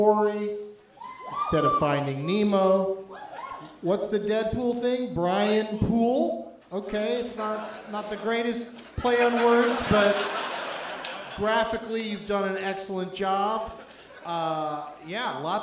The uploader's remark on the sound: Live from the Knitting Factory in Boise, ID